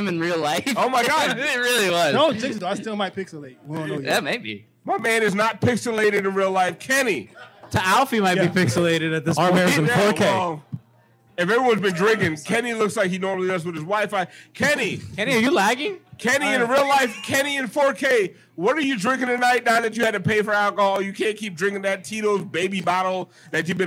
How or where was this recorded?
busy venue